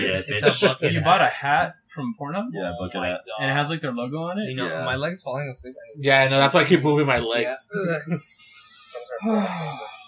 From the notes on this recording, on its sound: We're back with more audio issues